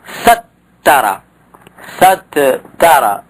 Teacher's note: فتدغم التاء الأولى في الثانية بجلب حركة التاء الأولى إلى السين، فتحرك السين بالفتحة وتستغني عن الهمزة، وعندئذ تبقى هذه التاء الأولى ساكنة لنقل حركتها إلى السين، إذن فيمكن الإيش الإدغام في هذه الحالة، فتقول سترى سترى، فتقول سترى سترى يستر ستارا ستارا، يصبح هكذا.